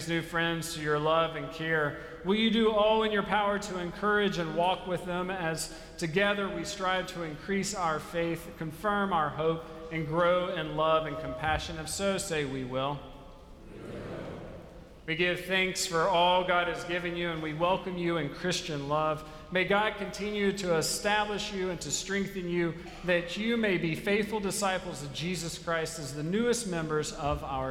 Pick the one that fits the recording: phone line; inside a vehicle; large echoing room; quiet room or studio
large echoing room